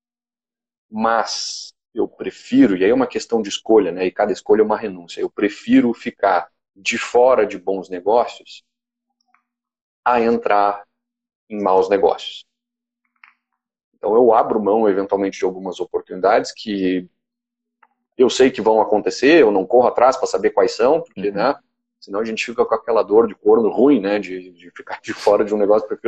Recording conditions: video call